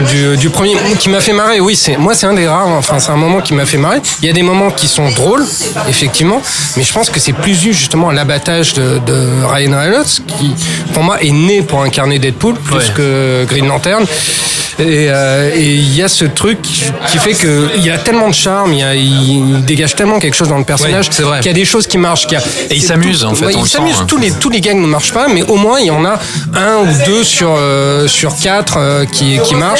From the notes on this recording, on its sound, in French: Enregistré au Hurling pub (8 Rue Descartes, 75005 Paris), le jeudi 17 mai 2018.